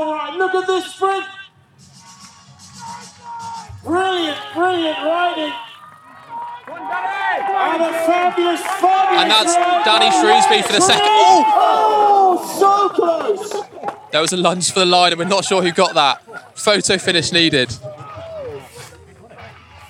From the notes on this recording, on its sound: records live from the British Gravel Championships at the King’s Cup Gravel Festival in Suffolk, east England